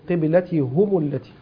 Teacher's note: وقرأ حمزة والكسائي وخلف بضم الهاء مع الميم